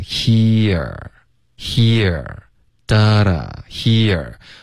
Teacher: 我会写一个比较饱满的 e 的音 he，OK，然后 e 后面呢要滑到一个饱满的 er，所以你会听到一个滑动